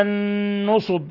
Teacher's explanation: النون مشددة تغن مقدار حركتين